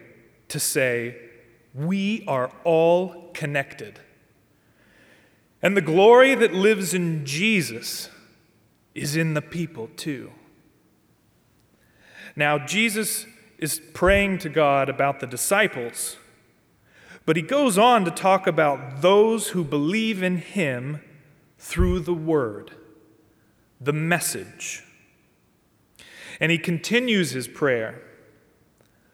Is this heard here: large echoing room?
yes